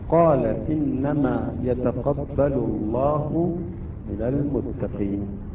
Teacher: إذن المد الطبيعي مقدار حركتين لا أكثر، لكون لم يأتي بعد حرف المد سبب للمد وهو السكون